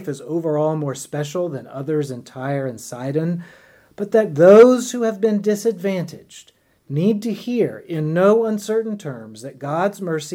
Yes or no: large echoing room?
yes